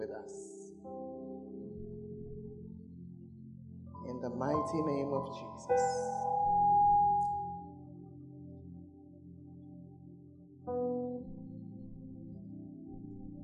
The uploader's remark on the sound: Preached At The Fountain of Life Cathedral (The Word Encounter Service).